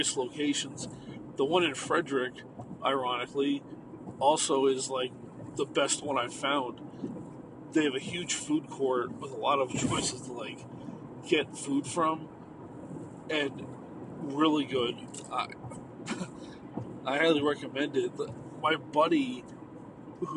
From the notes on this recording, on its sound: Just another night in the car on the road